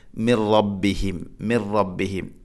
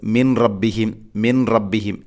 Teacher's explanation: മിൻ സാക്കിനായ നൂന് ശേഷം റാ, ഇദ്ഗാം ബിലാഹുന്ന മണിക്കാതെ കൂട്ടിലയിപ്പിക്കണം. · Shown in: first take · അപ്പോൾ ഓതേണ്ടത് മിർ റബ്ബിഹിം, മിർ റബ്ബിഹിം.